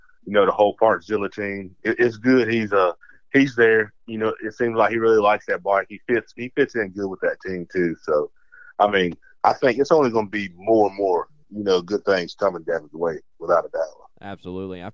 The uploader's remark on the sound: we will have a call-in from local North Carolina native